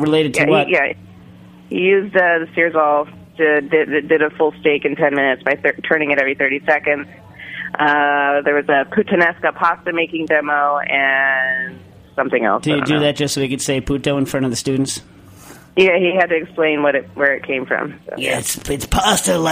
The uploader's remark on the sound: joins this week by phone